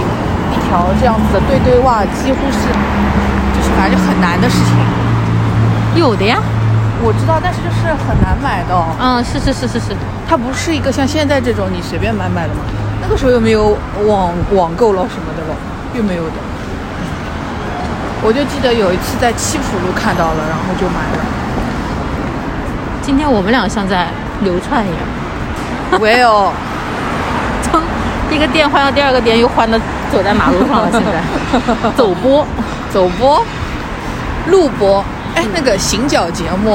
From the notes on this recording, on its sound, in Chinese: 第一次尝试边走边逛边录的形式。去张园的路上（室外录音）行脚节目。